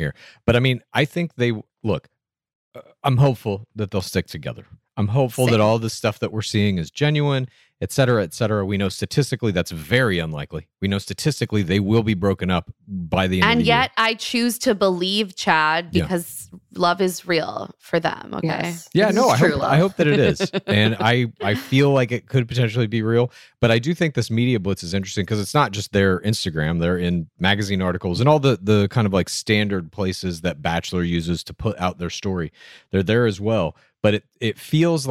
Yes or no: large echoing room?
no